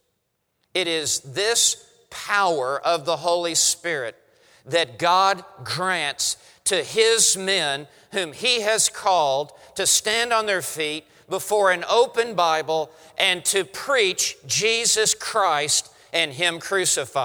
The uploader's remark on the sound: preaches at RTS Orlando on behalf of One Passion Conference